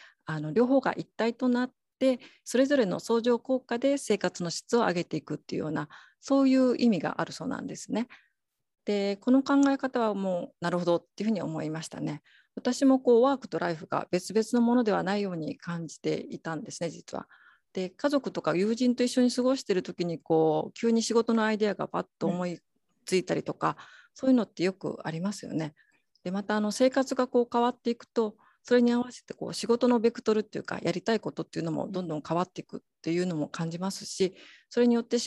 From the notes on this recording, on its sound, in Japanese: 収録場所： オンライン (Zoom)